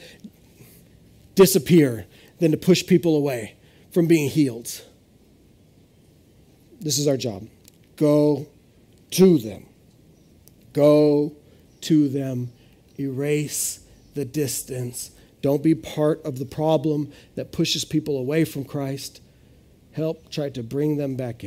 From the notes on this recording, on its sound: This is audio ripped from the Live Service video.